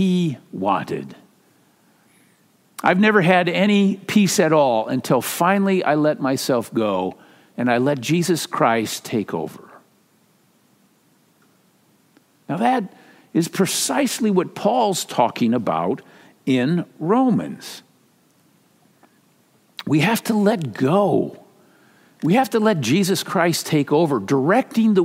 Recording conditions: large echoing room